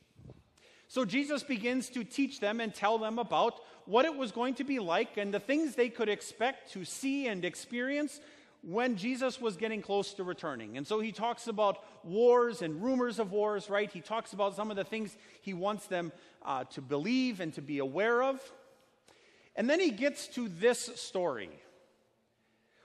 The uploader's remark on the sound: A sermon preached on Sunday, August 18, 2019, at Our Savior Lutheran Church in Birmingham, AL.